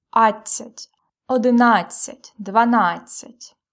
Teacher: in these numbers, the stress always falls at адцять